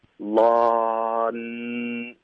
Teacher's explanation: 结尾的这个 n 是舌尖顶上颚的 · Term: 顶舌尖的鼻音